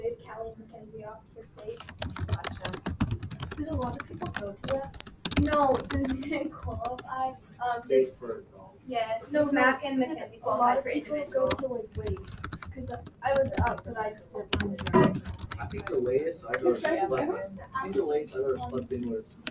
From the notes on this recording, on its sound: Typing & White Noise. A small soundclip taken from my Human Body Systems class.